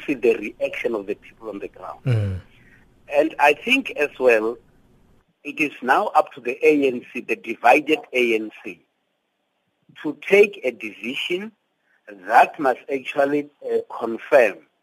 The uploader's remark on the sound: we are joined on the line